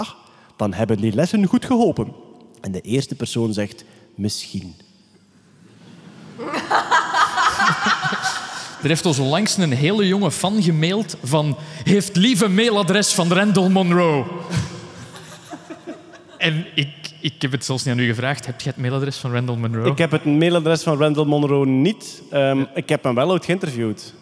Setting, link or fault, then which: setting, live audience